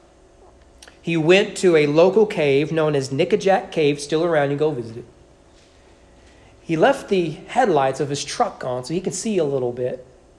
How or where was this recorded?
large echoing room